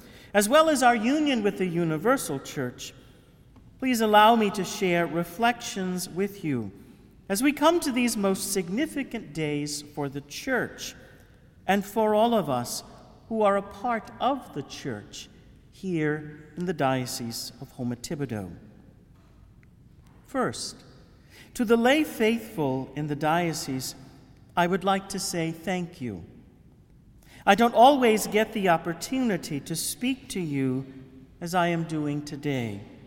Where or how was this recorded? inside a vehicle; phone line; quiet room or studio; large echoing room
large echoing room